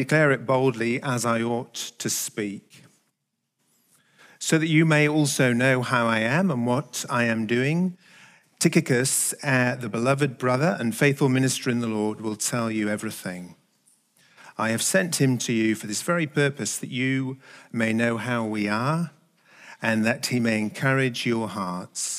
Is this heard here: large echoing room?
yes